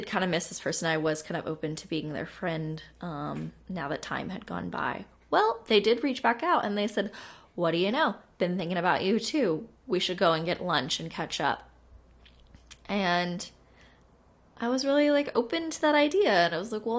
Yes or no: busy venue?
no